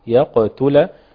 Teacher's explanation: القلقلة بسيطة لأنها في وسط الكلام